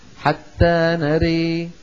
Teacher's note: هنا أيضا حتى نري عند الوقف، حتى نري نميل الألف ونميل فتحة الراء التي قبلها مع ترقيق الراء، لكن لما نصل نرى مع لفظ الجلالة تسقط ألف نرى للتخلص من التقاء الساكنين، هذه الألف تسقط، فتصير هذه الفتحة مجاورة في النطق للام نرى.